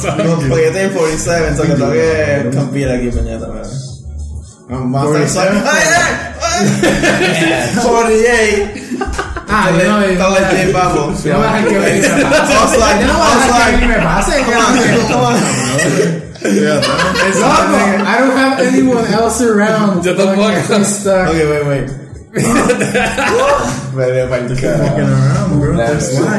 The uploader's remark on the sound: Audio sucks because we used the wrong mic